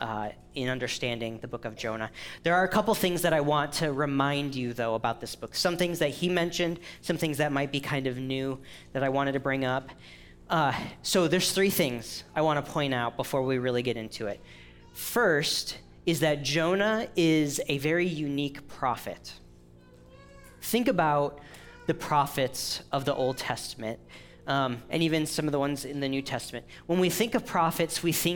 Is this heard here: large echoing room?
yes